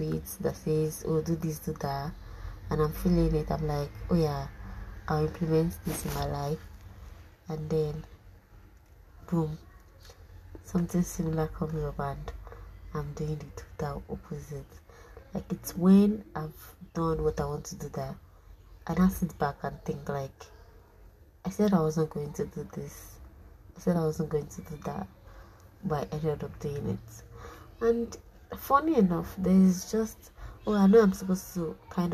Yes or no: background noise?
yes